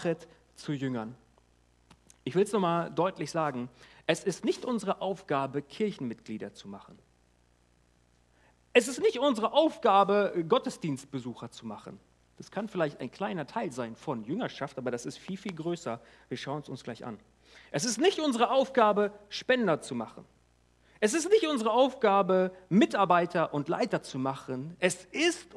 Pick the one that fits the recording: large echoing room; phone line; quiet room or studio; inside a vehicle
large echoing room